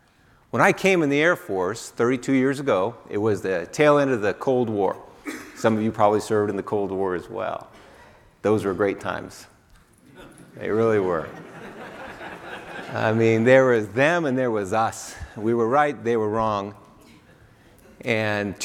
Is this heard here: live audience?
yes